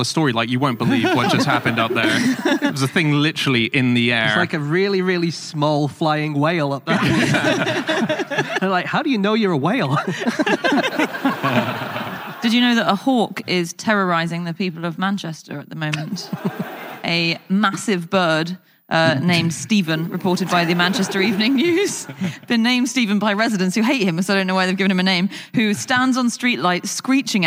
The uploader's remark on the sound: Live from the Brighton Comedy Festival